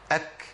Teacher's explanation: يقولك اكس او هاء، اك يبقى الهمس عندي لابد ليه من خروج ايه؟ لابد ليه من خروج نفس فقط، ما يطلعش صوت. نفس غير صوت. همس يعني جرار النفس. طب لو انا حولته لصوت يبقى انا غيرت صفه.